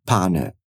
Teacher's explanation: a palavra pane é bem parecida com o português, mas a gente não nasaliza, a gente não fala pane, pane.